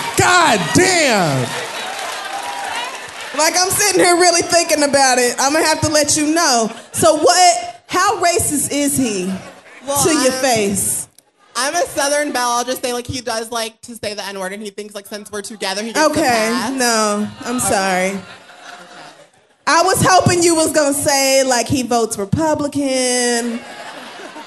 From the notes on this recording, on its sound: The Read Live at The New School in NYC.